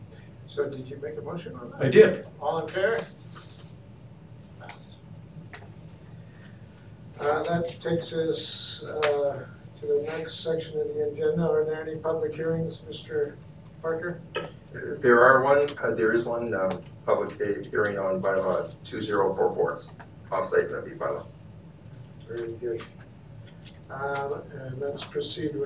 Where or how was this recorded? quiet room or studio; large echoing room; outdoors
large echoing room